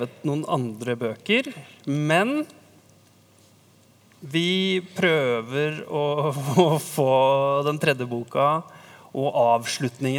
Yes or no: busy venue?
yes